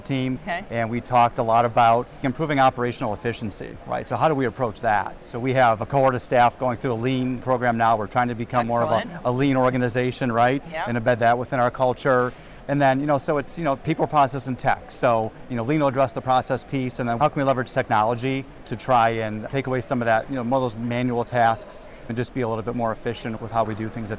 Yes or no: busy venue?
yes